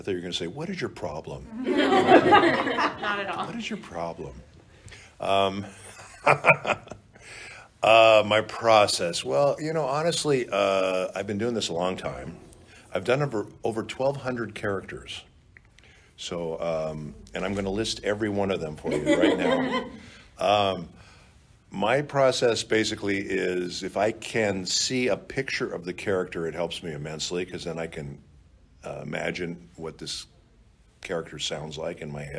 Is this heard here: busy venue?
yes